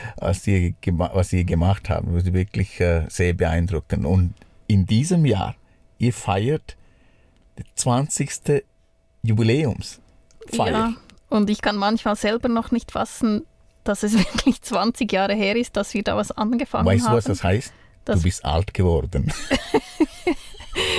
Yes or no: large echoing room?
no